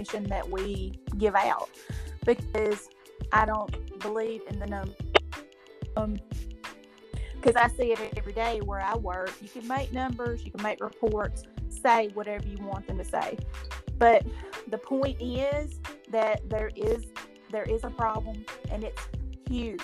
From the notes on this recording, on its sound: We had some strange popping noise.